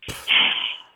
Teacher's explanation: there's this sharp plosive sound that you make when you are reacting dismissively. So you go, pff, like it's a sharp exhalation of air with a P sound at the beginning, like puh.